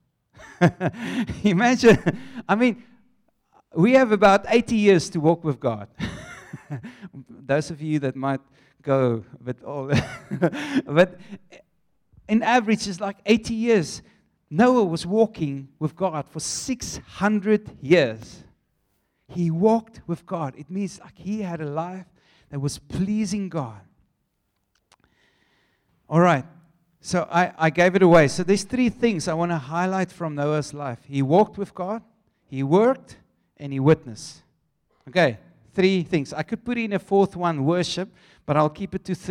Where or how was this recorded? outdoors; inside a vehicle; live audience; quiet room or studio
live audience